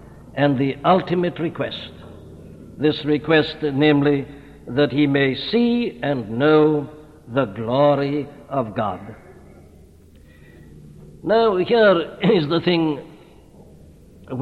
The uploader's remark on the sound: At Westminster Chapel during the 100th Anniversary of the 1859 Revival in Wales.